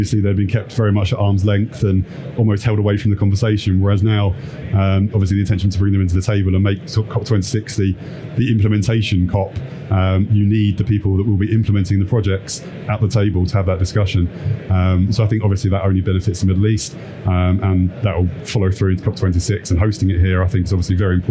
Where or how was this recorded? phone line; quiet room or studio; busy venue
busy venue